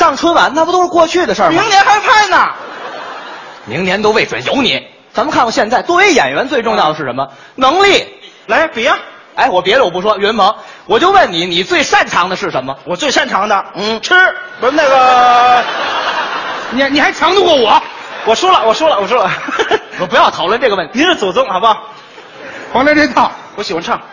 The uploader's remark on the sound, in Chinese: 在《欢乐喜剧人》舞台上表演的节目